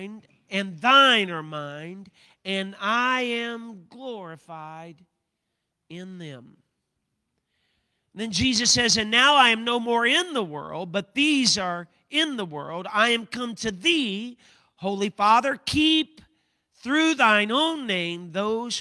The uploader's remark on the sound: a service recording from Connect Point UPC